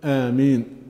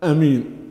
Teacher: وآمين فيها لغتان، بمد الهمزة مدا طبيعيا آمين، وتخفيف الهمزة أمين